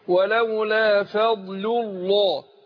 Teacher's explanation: يبقى أنا رققت اللام الأولانية اللي هي في كلمة فضل، ورحت مفخم اللام اللي هي لام لفظ الجلالة عشان ايه؟ عشان قبلها مضموم اللي هي اللام الاولانية.